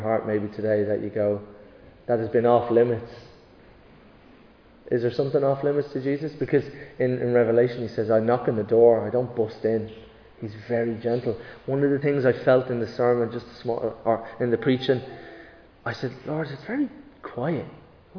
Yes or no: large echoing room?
yes